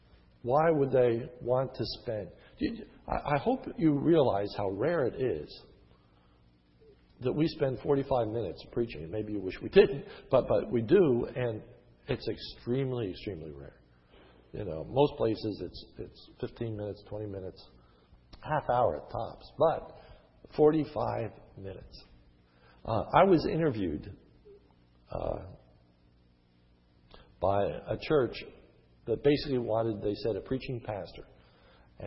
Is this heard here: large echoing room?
yes